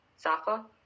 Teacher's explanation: my teachers always used to pronounce my name with an elongated first vowel. So instead of Safa, it would be Safa.